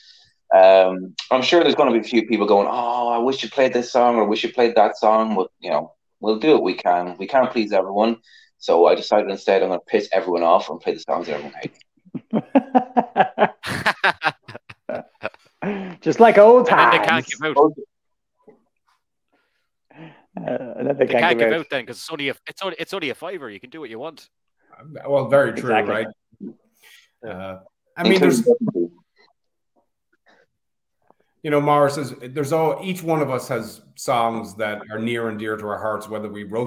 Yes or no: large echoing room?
no